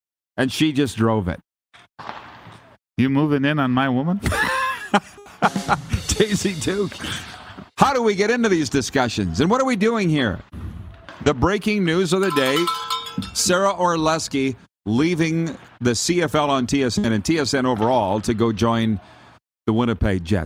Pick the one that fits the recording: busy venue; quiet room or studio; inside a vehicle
busy venue